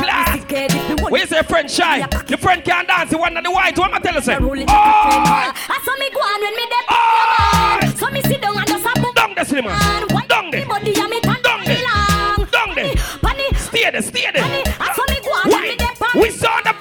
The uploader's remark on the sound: LIVE AT TIPSY THURSDAYS 9TH JUNE 2022